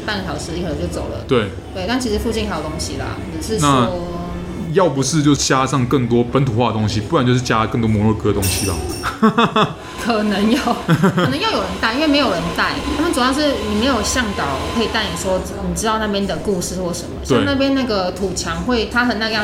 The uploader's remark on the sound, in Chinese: 本集白噪音指數：蚊風級 1/5。錄音地點： 齊客咖啡。